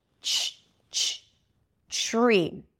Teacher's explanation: The secret here is to connect the T and the R. And then it turns into a ch sound